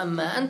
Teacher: ثم أدغمت النون في الميم